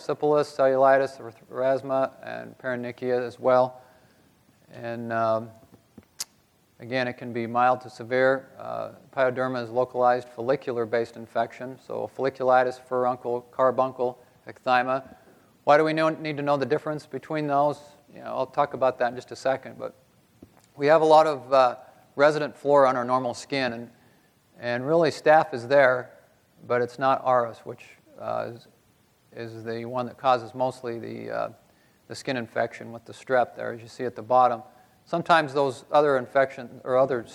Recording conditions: live audience